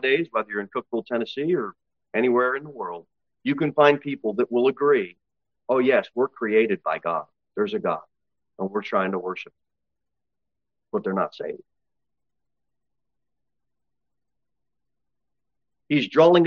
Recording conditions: large echoing room